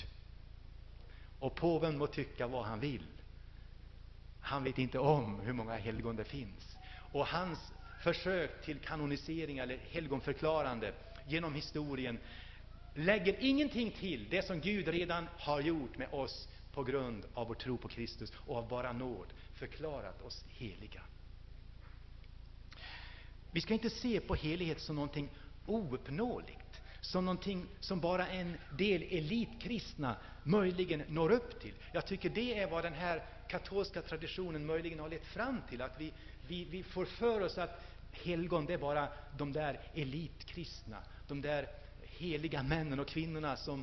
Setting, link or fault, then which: setting, large echoing room